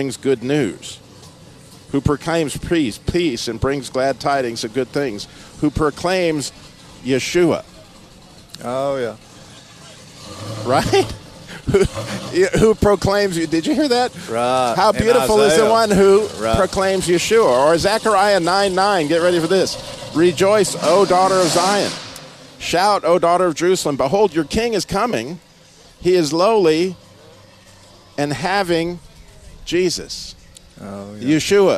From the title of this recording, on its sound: Live from the Sweetwater Baptist Church Car Show!